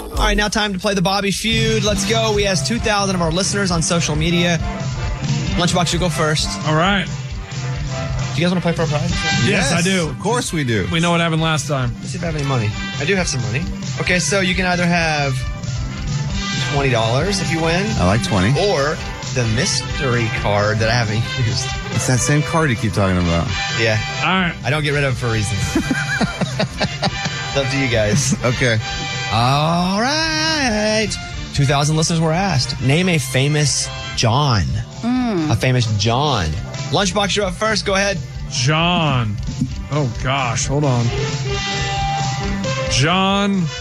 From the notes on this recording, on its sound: a listener called